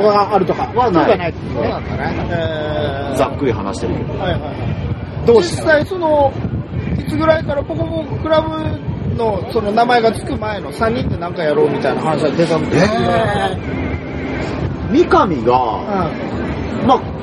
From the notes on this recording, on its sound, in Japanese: 今回屋外収録のため、風音がうるさい部分があります。